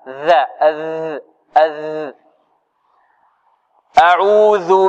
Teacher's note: الذال مخرجها من طرف اللسان مع أطراف الثنايا العليا